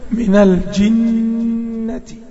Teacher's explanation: كلمة الجنة أنا عاوزك تظبط الجيم شوية زي الملحوظة اللي أنا قلتها لك قبل كده. الجيم عندك نشفة عاوزك تسيبها شوية